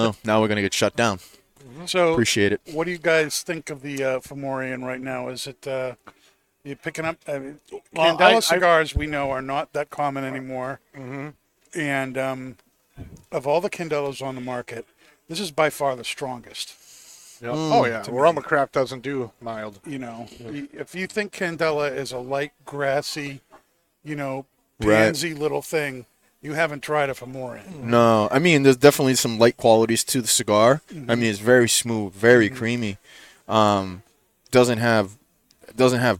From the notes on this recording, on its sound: Recorded live from the 7-20-4 Lounge!